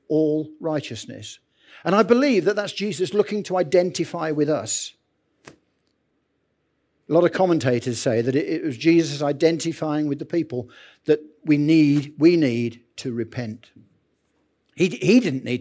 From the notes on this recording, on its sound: Recorded Live at Central vineyard, Northampton, 5th March 23